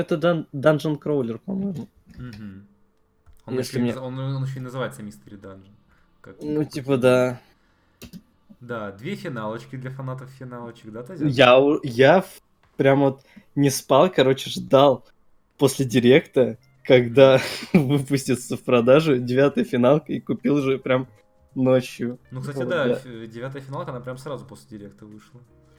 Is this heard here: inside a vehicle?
no